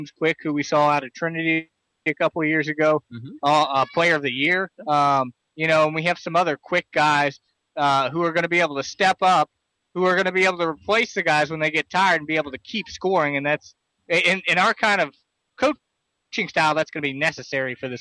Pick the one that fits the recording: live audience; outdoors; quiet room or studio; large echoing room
outdoors